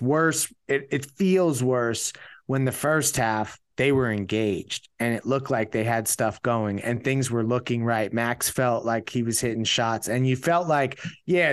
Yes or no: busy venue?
no